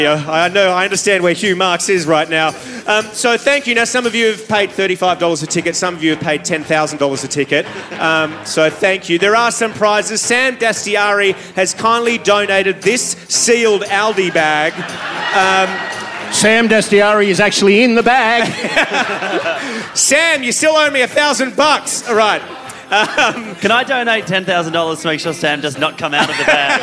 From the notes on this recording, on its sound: This is recorded live at The Street Theatre in Canberra. A huge satire-thirsty crowd turned up for our first ever from the capital.